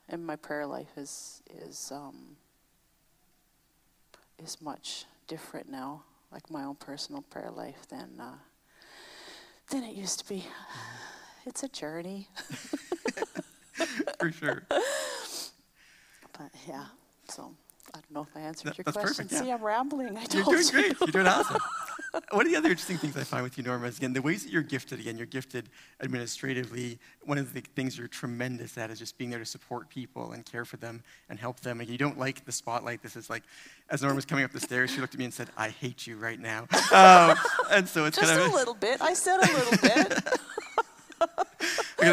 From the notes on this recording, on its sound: Previously recorded on August 8, 2021 during the pre-service chat portion of our Sunday service.